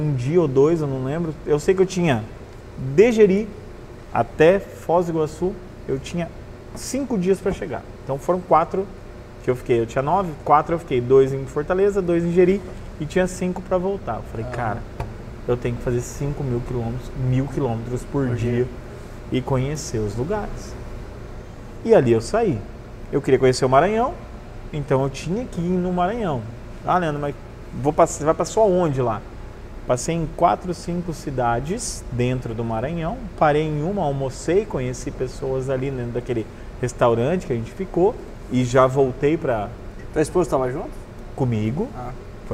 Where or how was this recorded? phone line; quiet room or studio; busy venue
busy venue